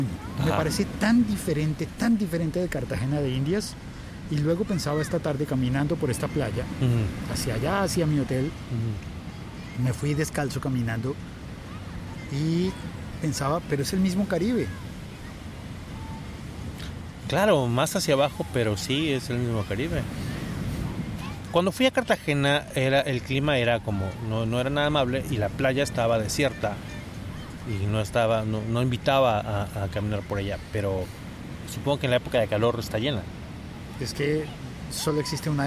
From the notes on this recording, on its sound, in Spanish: conversación ligera con un maravilloso paisaje sonoro mexicano